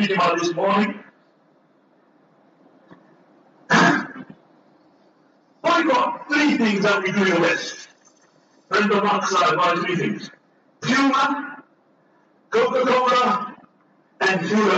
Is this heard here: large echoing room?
yes